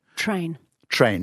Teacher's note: And in English, the R is made with your tongue curled up and back and is called retroflex